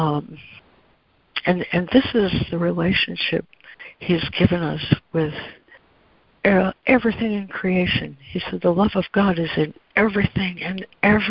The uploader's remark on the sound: ACIM Daily Conference Call.